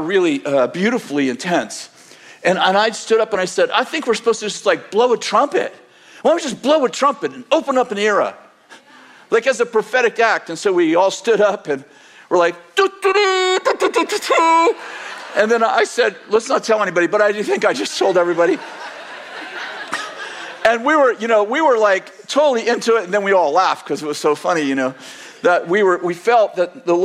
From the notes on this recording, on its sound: In this sermon delivered on February 11th, 2024, at Bethel Church in Redding, CA